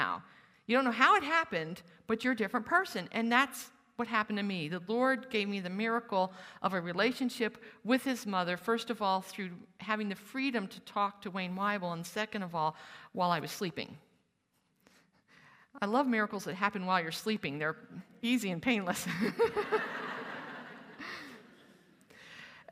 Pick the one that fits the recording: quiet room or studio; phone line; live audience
live audience